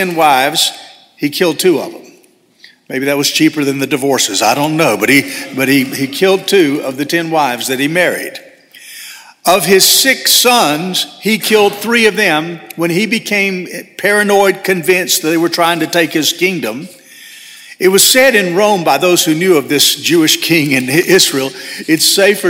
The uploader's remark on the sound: This sermon was delivered on December 17, 2023 at First Baptist Church Hendersonville, NC.